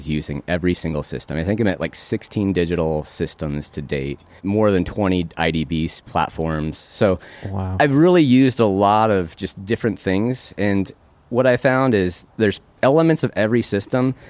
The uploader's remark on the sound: Recorded October 23, 2020 in Fort Yargo State Park, GA.